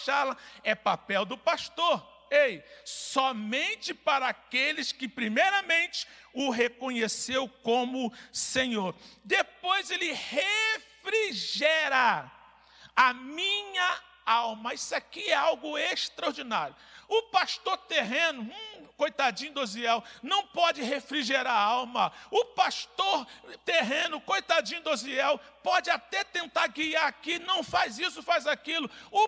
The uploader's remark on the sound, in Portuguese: CULTO - AO VIVO